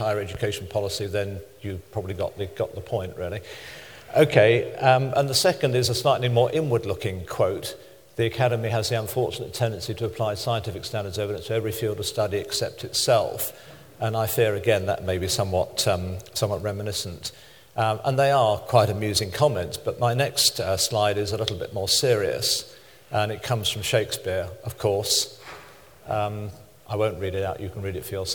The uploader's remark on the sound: Delivers Vice Presidential Address to SRHE Annual Research Conference 2012.